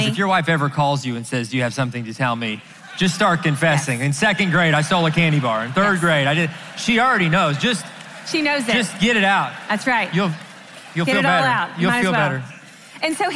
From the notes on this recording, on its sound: answer questions live at the XO Conference 2019